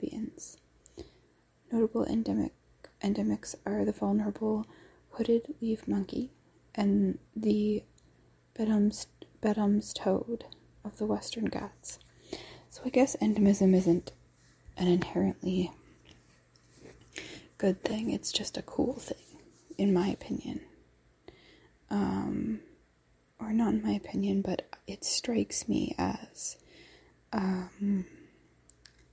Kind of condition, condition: fault, sounds in the background